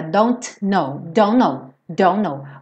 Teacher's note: eu como T e ligo os dois N's